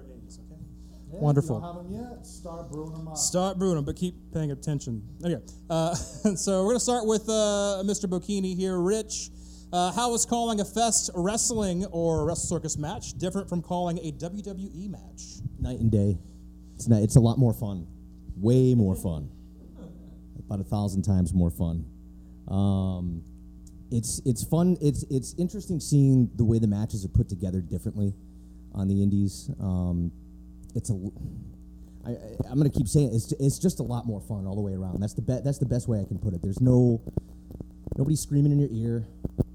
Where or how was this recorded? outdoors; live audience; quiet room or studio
live audience